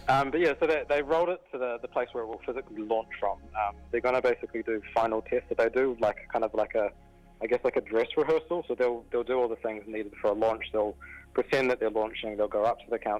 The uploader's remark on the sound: Jumps on the phone.